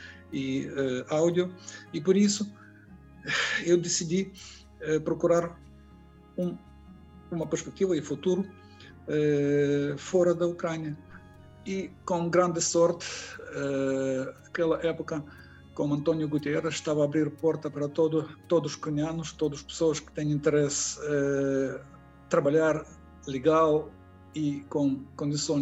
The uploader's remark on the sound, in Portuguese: Este episódio foi gravado através de videoconferência e sofre, por isso, de alguns problemas em termos de qualidade sonora.